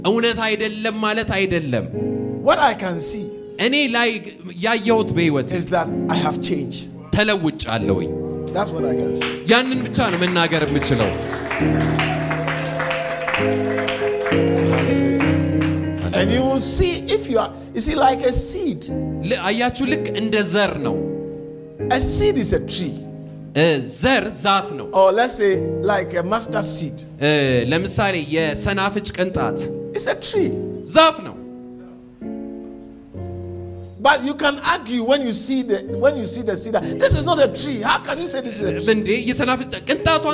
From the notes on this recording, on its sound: preached at the Mekadesh Church International in Addiss Ababa